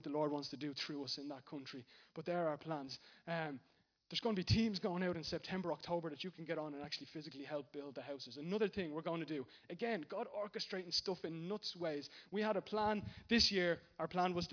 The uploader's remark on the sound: Recorded live in Liberty Church on 12th May 2019